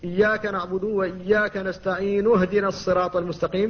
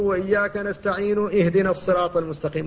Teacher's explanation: فتنطق بالنون مضمومة وتسكن الهاء بعدها من غير همزة أصلا · Shown in: first take · وهنا لا بد من التنبيه على أن بعض الناس يخطئ فيها، فبعض الناس يثبتها في الوصل فيقول وإياك نستعين اهدنا الصراط المستقيم، وهذا خطأ لأنه حقق الهمزة التي هي همزة وصل فقطعها، أتى بها همزة قطع.